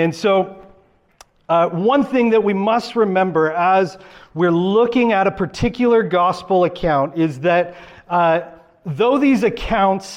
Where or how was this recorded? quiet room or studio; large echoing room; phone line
large echoing room